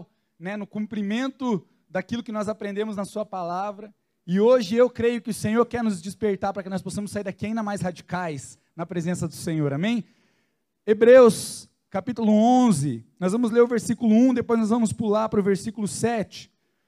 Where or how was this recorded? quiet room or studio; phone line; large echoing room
large echoing room